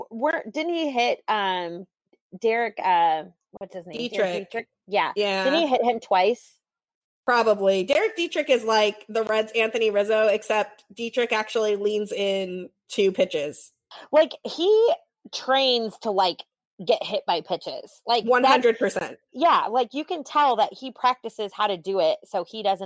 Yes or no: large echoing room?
no